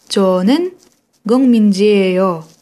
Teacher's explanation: Сначала интонация была повышена, затем понизилась к концу.